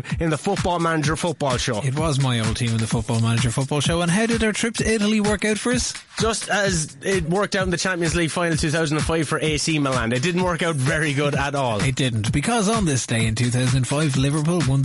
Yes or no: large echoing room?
no